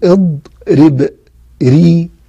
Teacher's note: هناك حالات ترقيق الراء، الراء المكسورة، الراء المكسورة تقول اض رب ري، راء كسرة ري، الراء المكسورة ترقق وجها واحدا